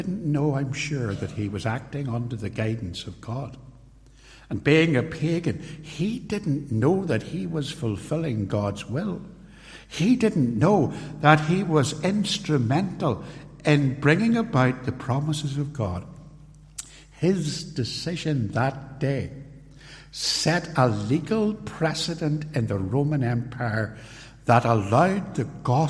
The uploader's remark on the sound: Sermon, preached live at Templepatrick Reformed Church.